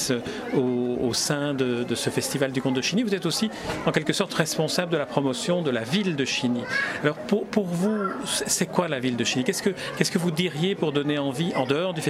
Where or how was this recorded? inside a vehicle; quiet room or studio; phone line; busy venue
busy venue